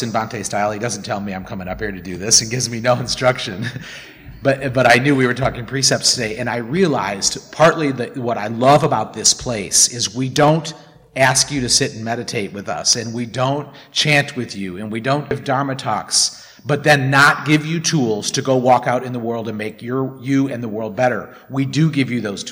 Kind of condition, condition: setting, large echoing room